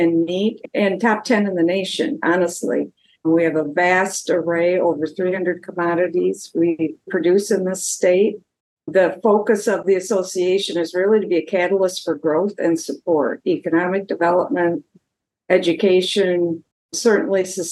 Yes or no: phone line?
no